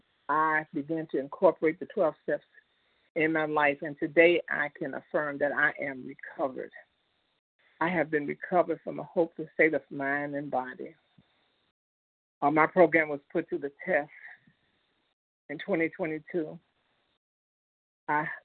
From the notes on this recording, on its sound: 100 Pounders Phone Meeting